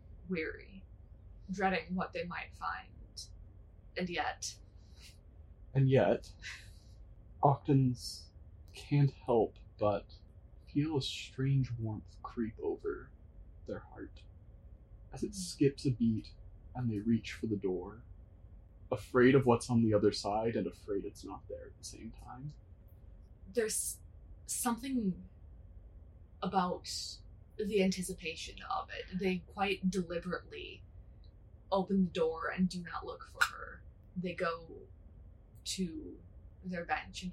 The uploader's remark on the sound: Truly the episode with the highest number of audio crimes yet. Huddle around a single computer.